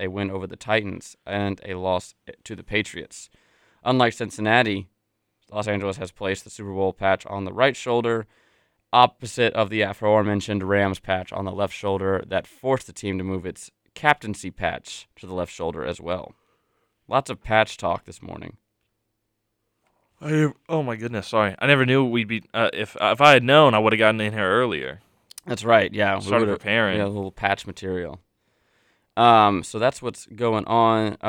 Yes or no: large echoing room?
no